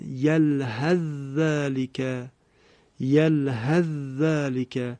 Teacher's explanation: در قرائت حمزه هم مثل حفص ادغام صورت میگیره · Term: ادغام متجانسین